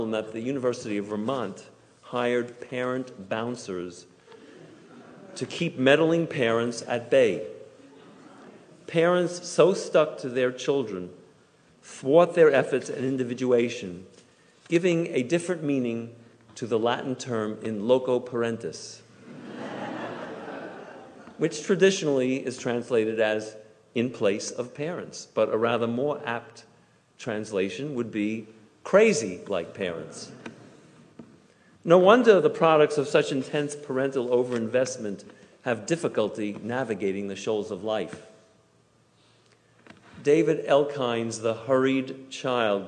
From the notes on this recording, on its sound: Delivered on Yom Kippur at Temple Emanu-El